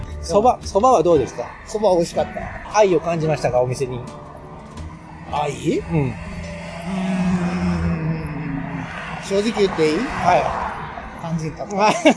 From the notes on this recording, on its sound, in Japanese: 雑音をBGMにどうぞ。